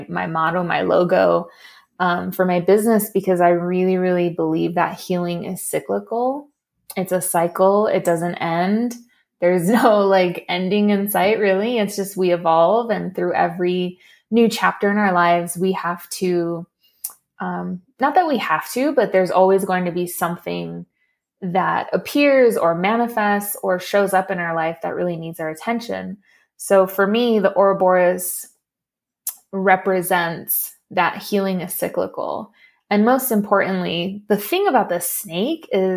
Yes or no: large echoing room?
no